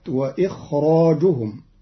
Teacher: اتفق القراء جميعا على تفخيم الراء في كلمة وإخراجهم في سورة البقرة